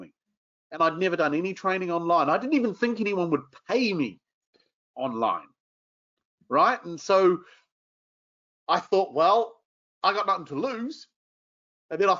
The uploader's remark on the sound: This episode is the audio taken from a webinar we ran recently